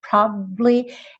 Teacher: É quase como se ele ficasse um tempinho a mais no B, probably, mas ele não chega a abrir para o A.